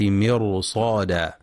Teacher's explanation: كانت مرصادا، ينتبه القارئ لتفخيم الراء في كلمة مرصادا، حيث إن الراء ساكنة وما قبلها مكسور، ولكن جاء بعدها حرف استعلاء مفتوح وهو الصاد، فالراء هنا مفخمة